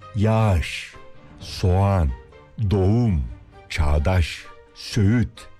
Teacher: Yani yumuşak G'yi söylemeyip ondan önceki ünlüyü bir değer uzatıyoruz.